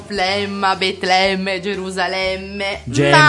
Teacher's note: Nelle terminazioni in emma, emmi, emme, è aperto, tipo flemma, betlemme, gerusalemme, gemma